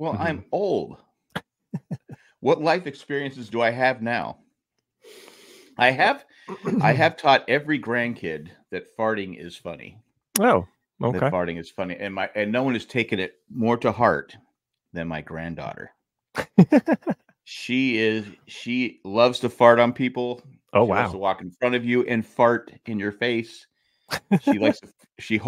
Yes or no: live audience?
no